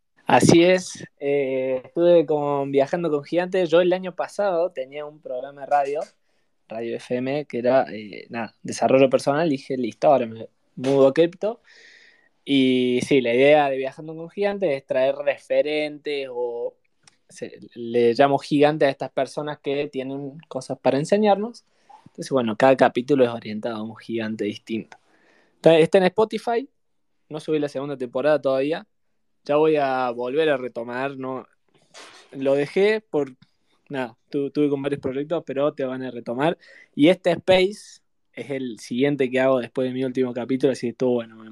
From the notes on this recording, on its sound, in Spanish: El evento fue grabado el 10 de octubre de 2023, vía Twitter Spaces.